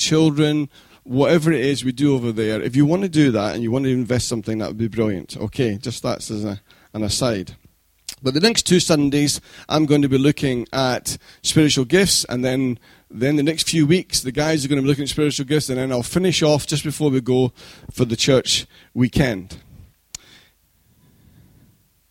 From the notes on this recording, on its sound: Recorded at freedomcentre church, Preston on Sunday 8th February 2015.